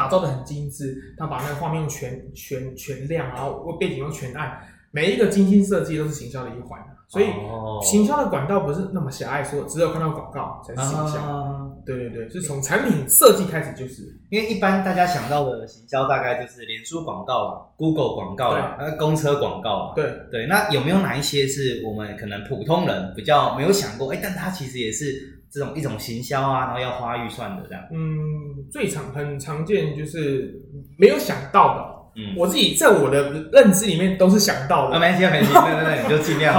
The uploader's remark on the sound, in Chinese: 因為錄音空間關係，回音較重，請聽眾多多見諒。